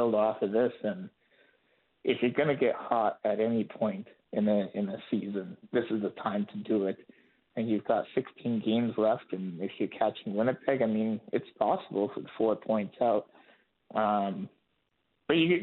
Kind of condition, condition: link, phone line